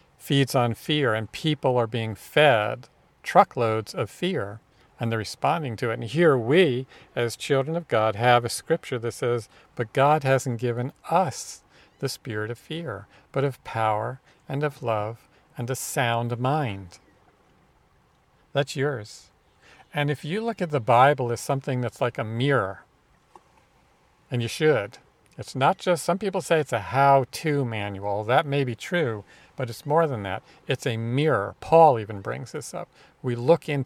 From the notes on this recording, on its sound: This week is a little different in that we are recording outside at the beach in NC, and you might even hear some seagulls and waves.